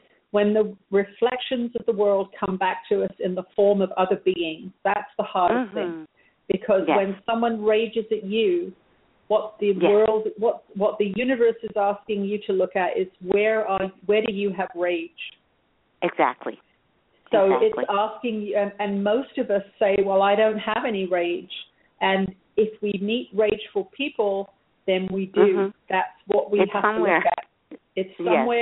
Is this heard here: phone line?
yes